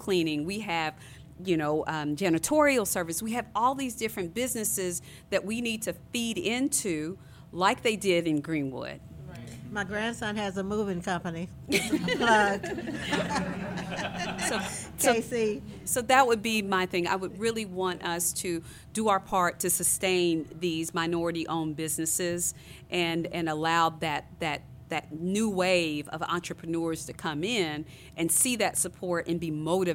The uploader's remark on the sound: Undisciplined comes to you live from Aki'bart Gallery in Fort Smith, Arkansas